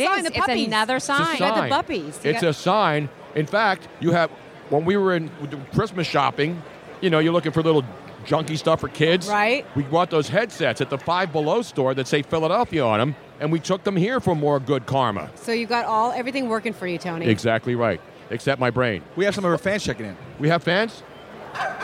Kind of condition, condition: setting, busy venue